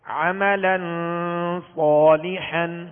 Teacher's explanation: تنوین کے بعد حروف اخفاء میں سے صاد آ گیا، لہذا یہاں پر اخفاء کریں گے یعنی غنہ کر کے پڑھیں گے · ہم نے صاد کو تھوڑا سا کھینچا ہے ایک الف کی مقدار میں · Term: الف مدہ